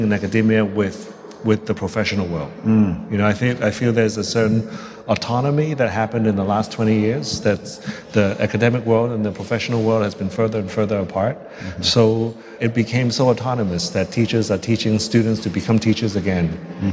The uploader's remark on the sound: In front of a live audience at this year's LA Design Festival.